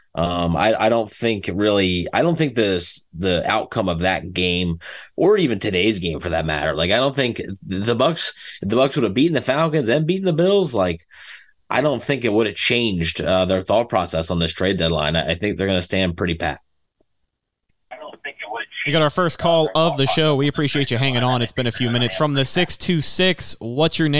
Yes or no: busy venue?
no